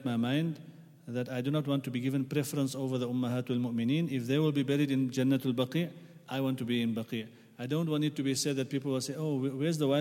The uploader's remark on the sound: At the Houghton Masjid (West Street).